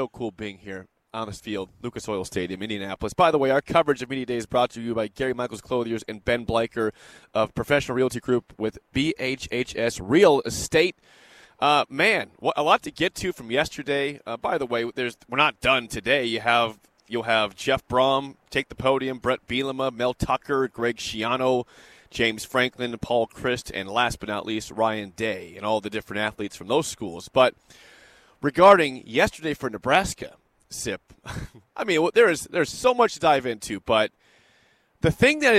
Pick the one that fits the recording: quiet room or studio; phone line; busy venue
busy venue